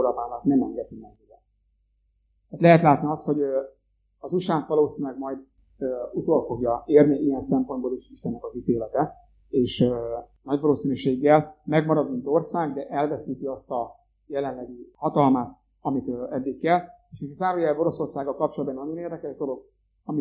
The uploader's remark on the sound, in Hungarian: A felvétel a Jászsági Gyülekezet összejövetelén készült. A hangminőségért elnézést kérünk!